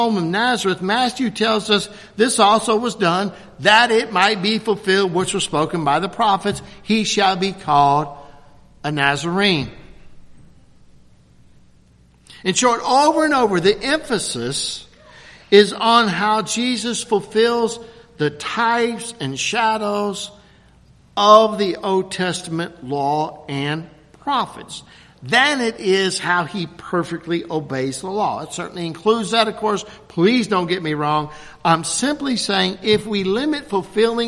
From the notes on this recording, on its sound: at Christ Covenant Presbyterian Church, Lexington, Ky.